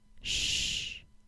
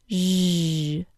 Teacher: It sounds like zh. The difference between sh and zh is the vibration of the vocal cords.